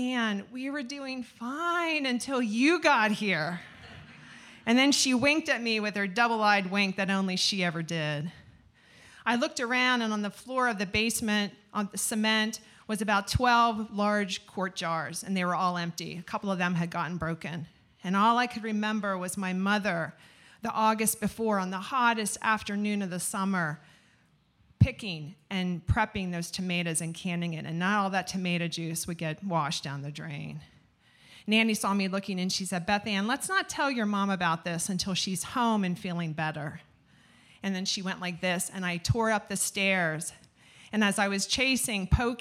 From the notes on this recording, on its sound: Where we feature select stories from our monthly open mic storytelling events in York, Pennsylvania. Ten storytellers shared their stories with our audience at Archetype Pizza in downtown York.